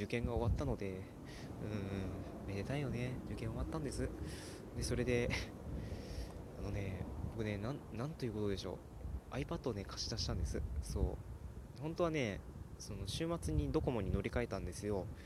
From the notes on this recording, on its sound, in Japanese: 外録りのせいでもあります。